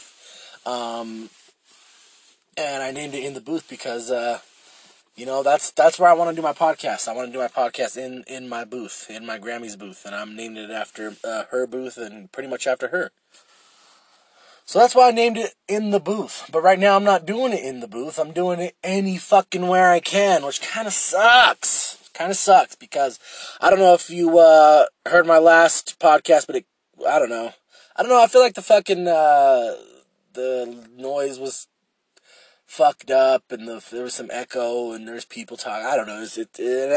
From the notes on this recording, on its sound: I record in my shitty Lexus